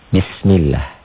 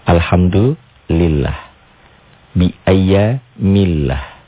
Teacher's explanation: Lafaz Allah dibaca tipis bunyi A karena sebelumnya berbaris di bawah.